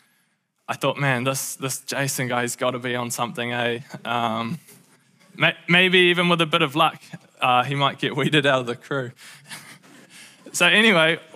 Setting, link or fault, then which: setting, live audience